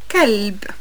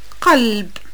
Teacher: Notice the difference between the ordinary K and the more guttural one.